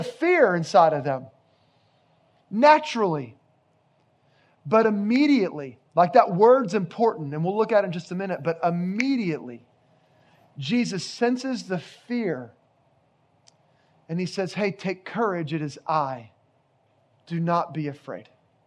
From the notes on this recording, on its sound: Location: Grace Bible Church Creekside